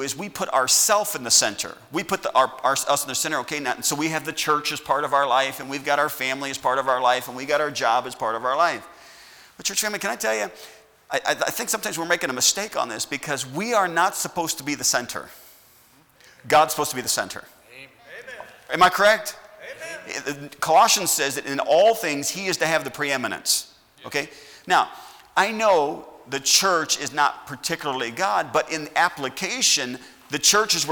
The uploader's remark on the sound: at Heritage Baptist Church, Lawrence Kansas on Sunday SS, January 3rd, 2021.